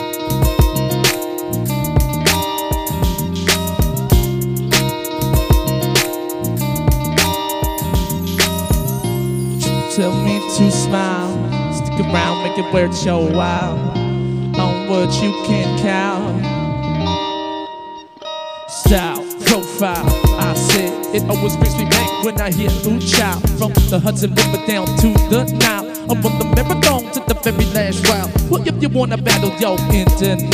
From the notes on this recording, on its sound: Live at Steel Toad. Live Recording from a set at the Steel Toad Brewery. I had the flu, high fever, and the beginnings of bronchitis!